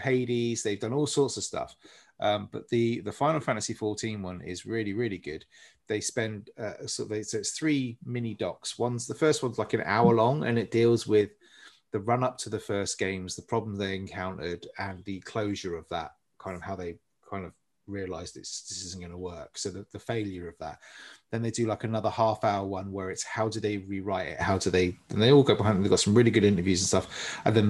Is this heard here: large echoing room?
no